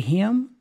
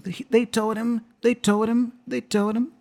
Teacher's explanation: So the him there is pronounced as an M. So the H is dropped.